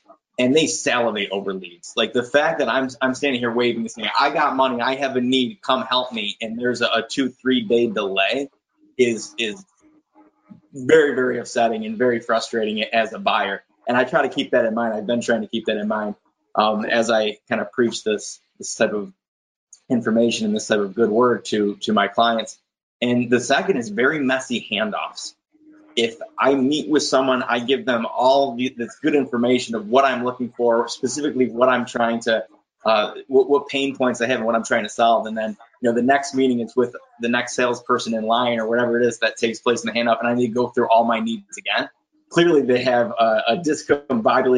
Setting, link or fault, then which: link, video call